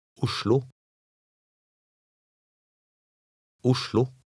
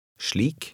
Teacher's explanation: The S in the combination SL sounds like SH.